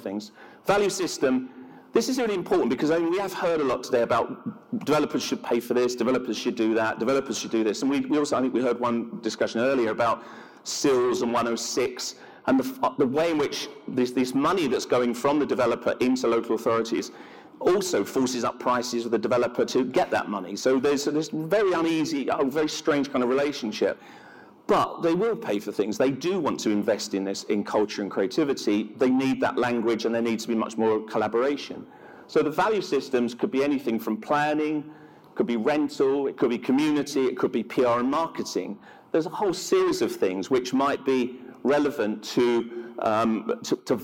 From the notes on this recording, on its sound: An on-stage conversation